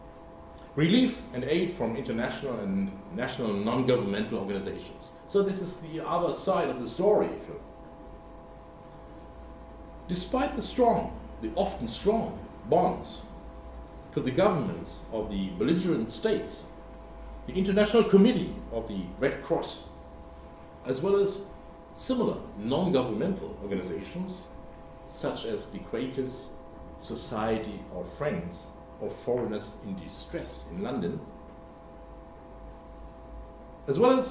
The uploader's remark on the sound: The lecture was given on 28 November 2017 at the German Historical Institute London.